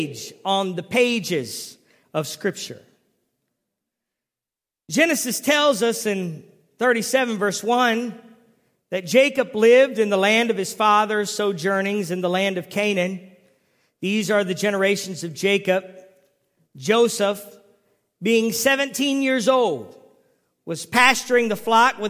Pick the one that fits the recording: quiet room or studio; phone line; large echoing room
large echoing room